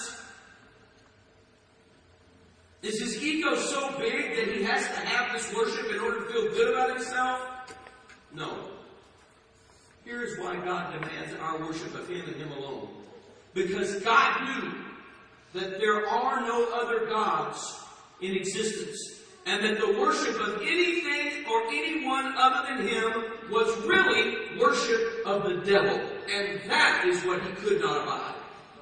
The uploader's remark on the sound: Please forgive the poor audio in this recording.